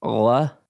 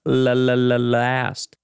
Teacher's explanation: he and several other people, especially on TV, pronounce their L's like glottal L's? It's in the back of their throat. Instead of la, it's like la.